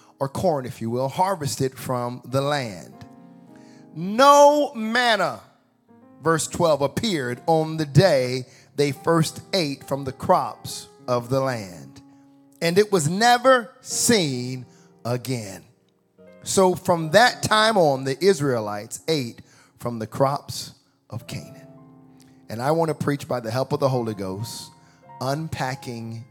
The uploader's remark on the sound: Welcome to the first sermon of 2024 at Extraordinary Church